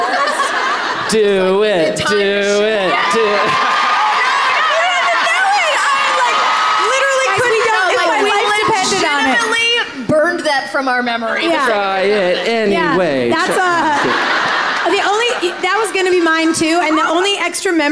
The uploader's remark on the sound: LIVE IN BOSTON